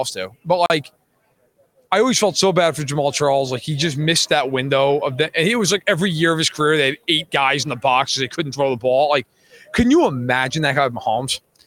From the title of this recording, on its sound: Live from Super Bowl LVII